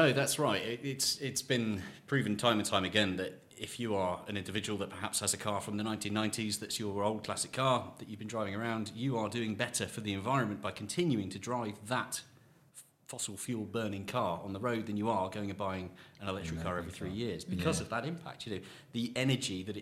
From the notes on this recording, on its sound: conversation recorded at the Classic Car Show at the NEC